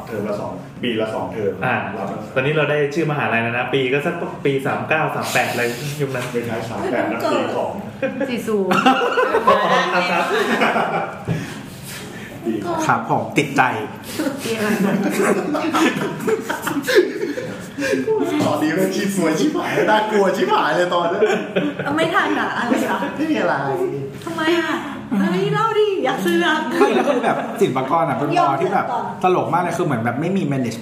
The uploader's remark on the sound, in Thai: ทีมเสาเสาเสาและเหล่ามิตรสหายนัดเจอกันแบบนานๆ ที ไหนๆ ก็ไหนๆ แล้ว ระหว่างบทสนทนา เราก็กดอัดเสียงไว้. ไม่ตัดเสียงรบกวนด้วย.